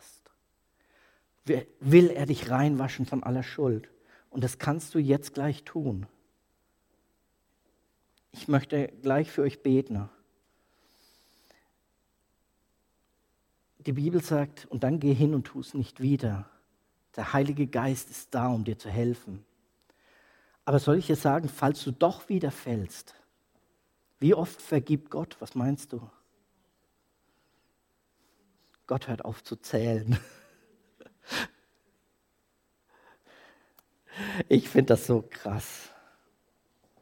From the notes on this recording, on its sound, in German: Predigt aus der Freien Christengemeinde Nürnberg K.d.ö.R. Ernst-Sachs-Str.